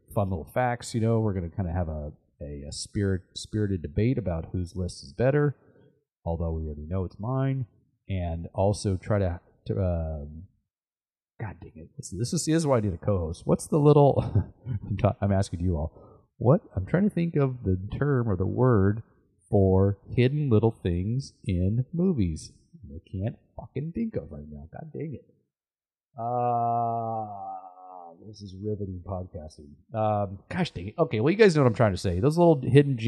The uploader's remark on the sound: This is a quick and raw (new sound recording devices are on the way)